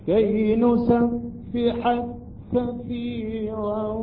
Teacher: يدغم كاف نسبحك بكاف كثيرا · Term: إدغام كبير